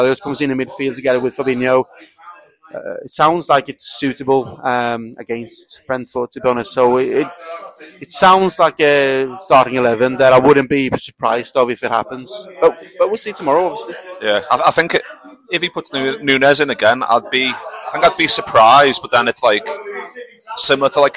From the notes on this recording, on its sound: live in The Lion Tavern